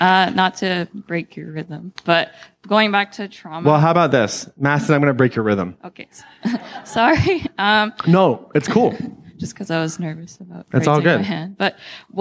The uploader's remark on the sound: This excerpt is from Claim Your Power Live 2019 in Atlanta, GA.